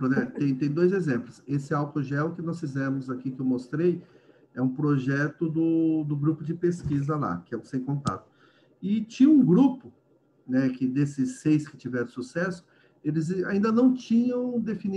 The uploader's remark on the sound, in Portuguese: Eles são os convidados do primeiro FEBRACE Meets. Encontro virtual realizado e gravado em 30/07/2020.